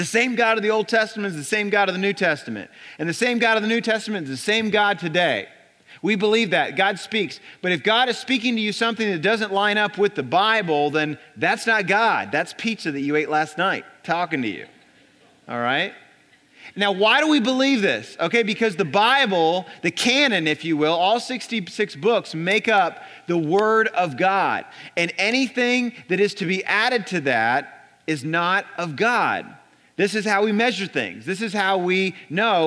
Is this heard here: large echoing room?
yes